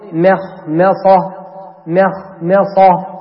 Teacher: ترقق الميم وتفخم الخاء، وترقق الميم الثانية وتفخم الصاد · Term: الترقيق